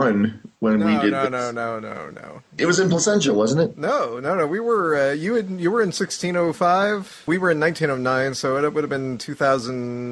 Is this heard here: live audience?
no